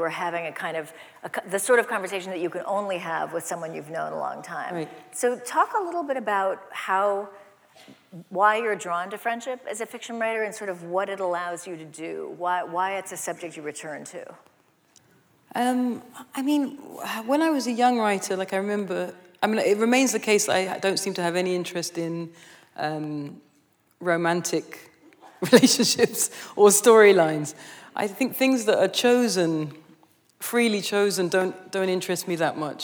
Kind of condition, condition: setting, live audience